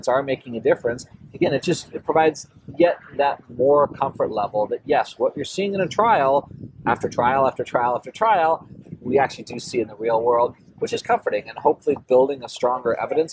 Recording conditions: busy venue